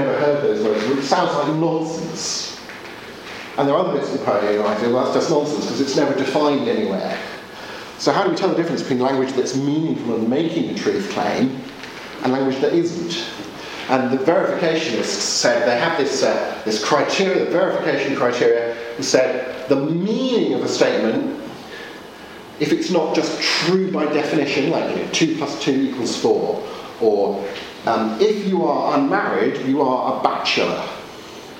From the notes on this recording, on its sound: Audio from teaching delivered at Gimlekollen College, Norway